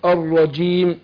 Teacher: الرجيم ما تبقاش قريبة للدال